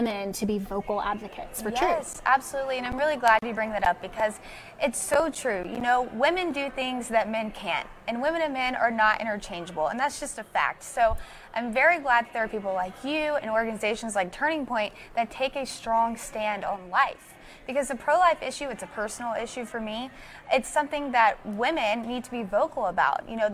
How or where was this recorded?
busy venue